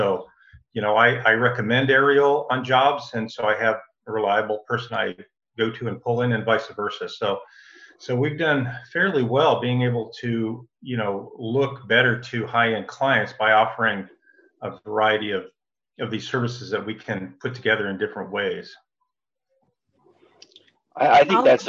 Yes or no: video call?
yes